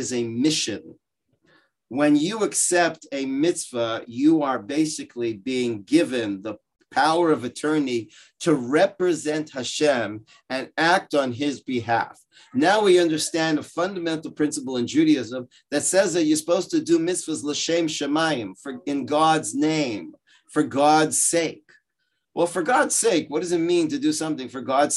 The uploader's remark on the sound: Gives a shiur over Zoom. On Illuminate, Orayta's virtual adult beit midrash.